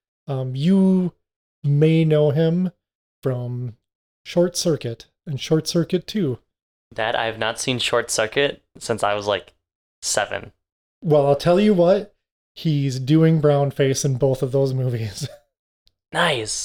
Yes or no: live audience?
no